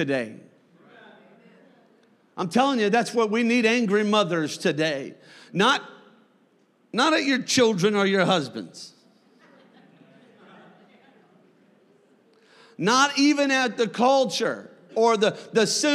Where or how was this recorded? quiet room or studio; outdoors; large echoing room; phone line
large echoing room